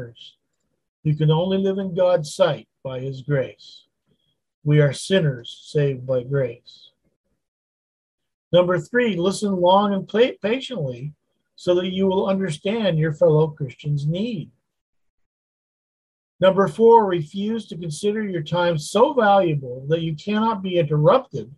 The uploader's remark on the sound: Wednesday Zoom study